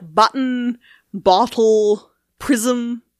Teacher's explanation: sometimes we produce syllables that just have a sonorant like M or N or L or R by itself as if it's the only thing in that syllable, or as if it's the center of that syllable, the nucleus of that syllable, instead of there actually being a vowel there.